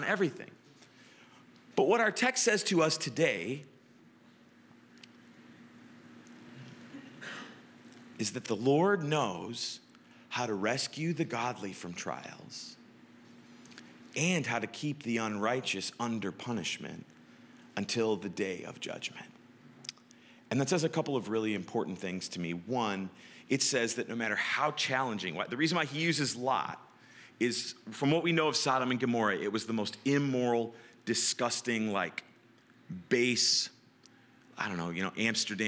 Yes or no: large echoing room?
yes